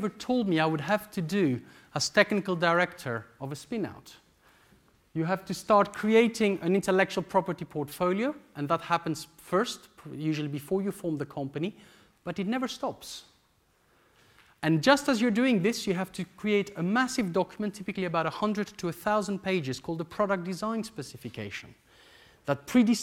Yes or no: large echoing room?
yes